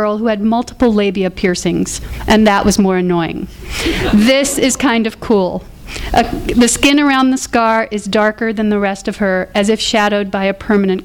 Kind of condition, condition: setting, live audience